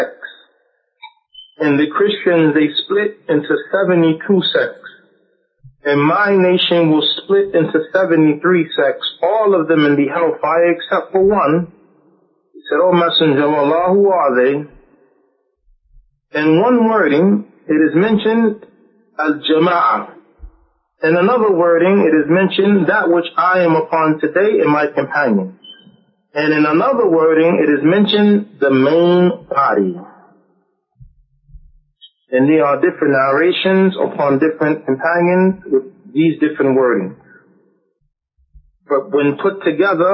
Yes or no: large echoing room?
yes